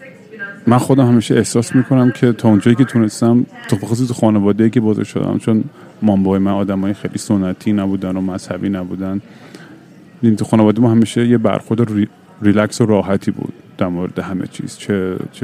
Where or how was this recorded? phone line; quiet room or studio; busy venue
busy venue